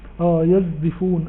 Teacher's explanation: صاد مشمى بصوت الزاي · Term: حرف مشمى